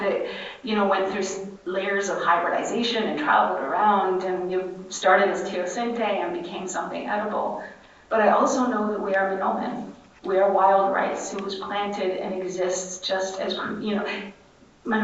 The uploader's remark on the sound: Session recorded at Socialism 2022.